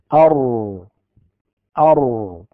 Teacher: قد انحرف هذا الحرف وهو الراء أيضا، لكن ليس في جهة انحراف اللام وإنما عكسها، فالراء إنما ينحرف ناحية المخرج إلى ناحية ظهر رأس اللسان · كأن اللسان يعني ينثني إلى أعلى قليلا، أو إن الصوت قد يميل إلى داخل، إلى الأدخل، إلى داخل وإلى داخل ظهر فوق رأس اللسان، فنقول ال، ونقول في النون أن من محض طرف اللسان، لكن في الراء أر. · Term: الانحراف